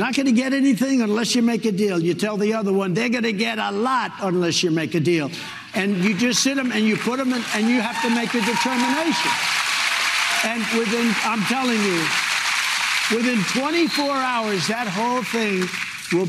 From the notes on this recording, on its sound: with a very vocal live studio audience